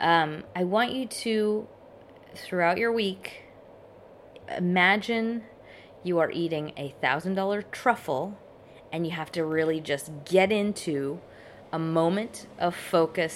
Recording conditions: background noise